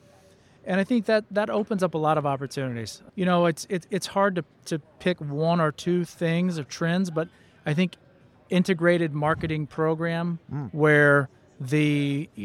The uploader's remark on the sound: LIVE from the Trade Show Floor at ExhibitorLIVE.